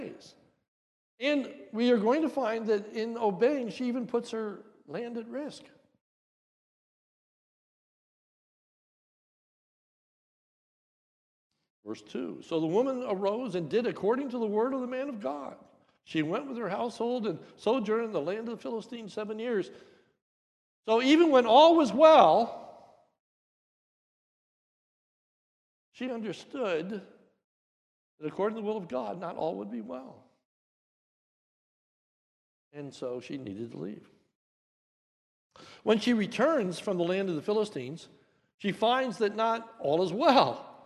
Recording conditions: large echoing room